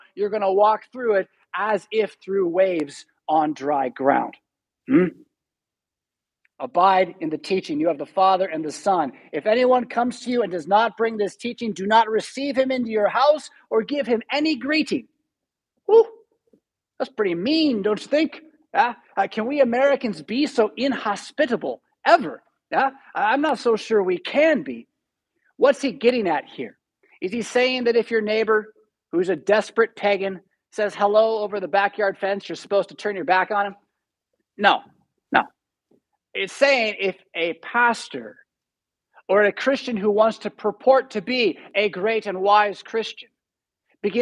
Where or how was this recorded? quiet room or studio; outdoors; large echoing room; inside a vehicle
large echoing room